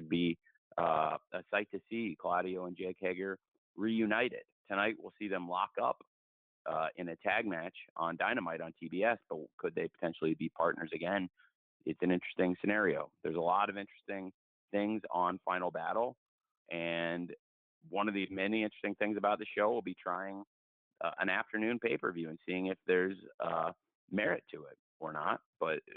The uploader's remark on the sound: ROH Final Battle Media Conference Call